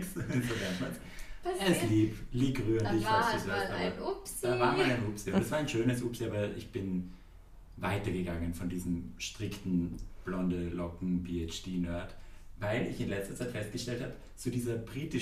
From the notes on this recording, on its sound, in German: ihr könnt uns leider nicht so gut hören